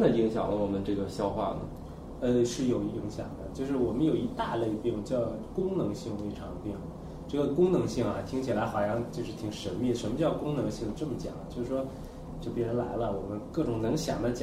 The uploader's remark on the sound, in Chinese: 本期节目为在张大妈办公区用录音笔录制，可能有街道上的杂音，请见谅。